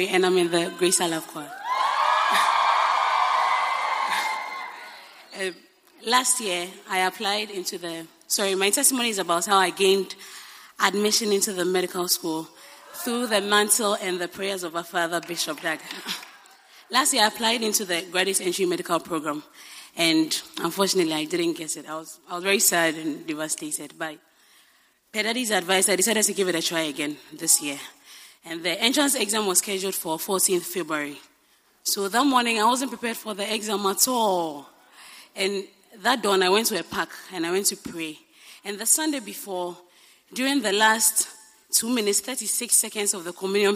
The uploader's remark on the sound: Preached at the First Love Center.